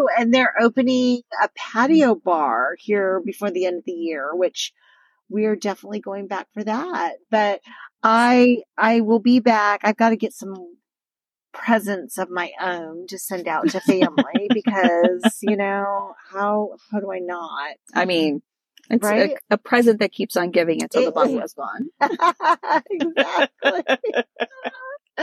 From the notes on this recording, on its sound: back in the car